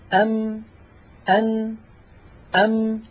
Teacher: أم أن أم، لما أقول أم يحدث أمراني، تنطبق الشفتان ويخرج من الخيشوم عن طريق فتحتي الأنف صوت، مجموع هذا العمل يشكل حرف الميم. بدليل لو أني سددت الأنف وقلت ونطقت ميم ساكنة يختل الصوت، اسمعوا لو سمحتم، نلاحظ بأن الصوت قد اختل.